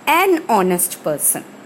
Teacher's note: H, in spite of being a consonant, H is silent in the word honest. We started pronouncing the word with the letter A, which is a vowel.